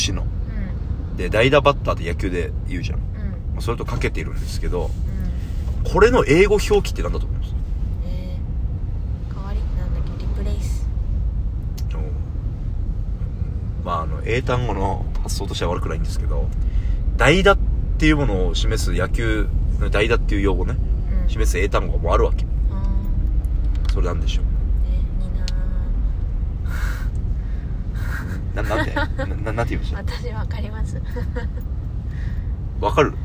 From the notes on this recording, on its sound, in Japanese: From Radiotalk。ドライブしながら録音してみました。